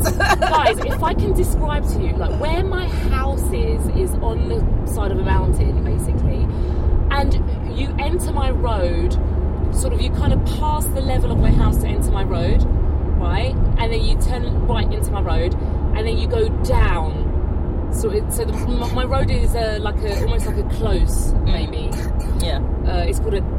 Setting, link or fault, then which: setting, inside a vehicle